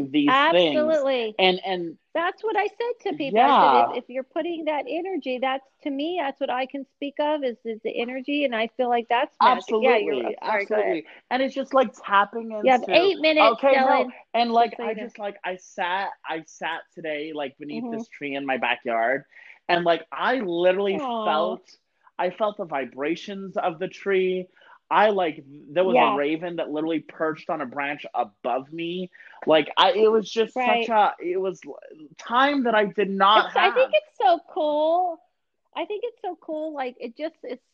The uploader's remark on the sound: We recorded remotely ..sounds different but still us.